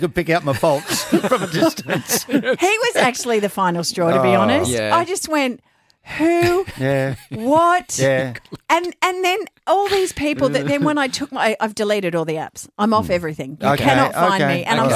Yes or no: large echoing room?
no